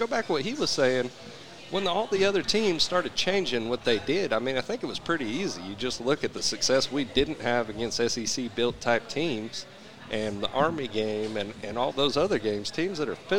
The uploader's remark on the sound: LIVE from Brent's Cajun Seafood